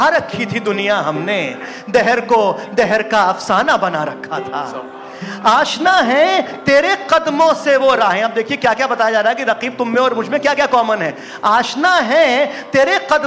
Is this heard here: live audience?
yes